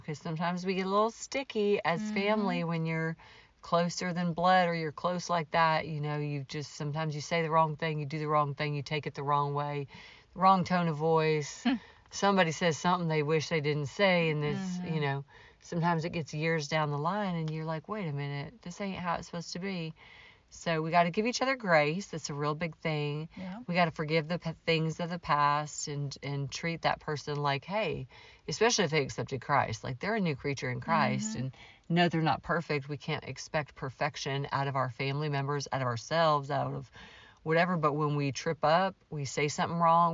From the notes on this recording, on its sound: Iowa family chat n fluting. Chat in the car. Family reunion in Iowa.